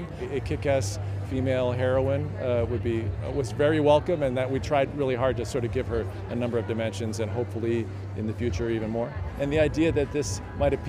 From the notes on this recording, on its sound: Silence on Set podcast was at The Gray Man premiere in LA. Here is a quick clip of some of the interviews we took to give you an insider feel of what it's like being on the red carpet.